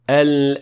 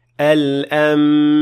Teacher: with iqlab, your lips have to be touching · Shown in: second take · since there is a meme that is generated.